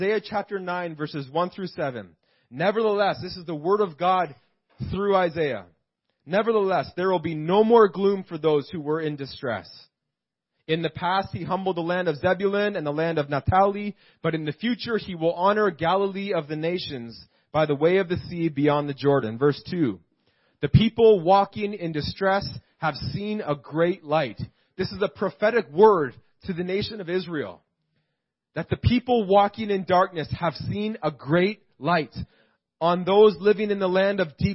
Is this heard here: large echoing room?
yes